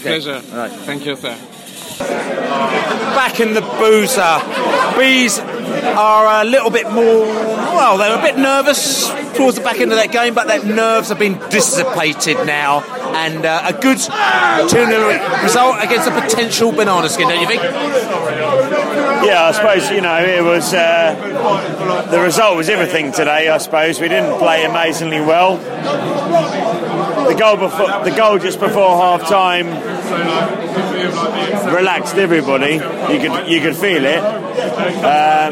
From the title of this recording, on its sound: post-match podcast from the pub